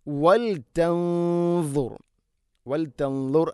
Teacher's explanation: സാക്കിനായ നൂന് ശേഷം ദാദാണ്, ഇഖ്ഫാം ബി ഗുന്ന. ദാദ് സ്വരഭാരത്തിൽ ഉച്ചരിക്കേണ്ട അക്ഷരമാണ്, ഗുന്നയും സ്വരഭാരത്തിൽ ആക്കുവാൻ ശ്രദ്ധിക്കണം. ഇസ്തിഇലാഇൻ്റെ അക്ഷരങ്ങളുടെ കൂടെ ഗുന്ന വരുമ്പോൾ അങ്ങനെ ആക്കുവാൻ ശ്രദ്ധിക്കുക.